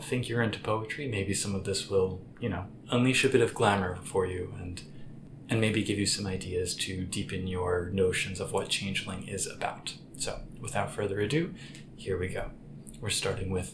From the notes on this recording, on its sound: Recorded it very late at night, so please forgive them for the quality. Threw this episode together solo, and recorded it very late at night, so please forgive them for the quality.